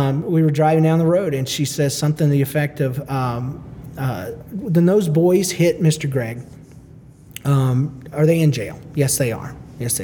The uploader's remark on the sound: Recorded LIVE at the SFLC Marriagability Conference in Kansas City, Missuri.